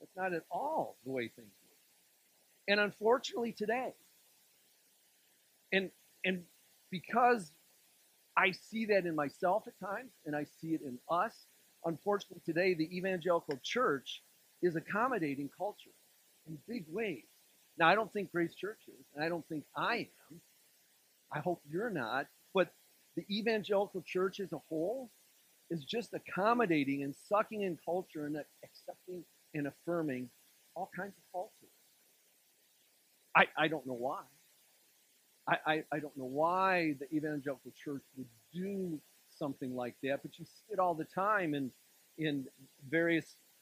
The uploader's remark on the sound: This sermon was delivered on February 11th, 2024 at Grace Church in Granger, Indiana.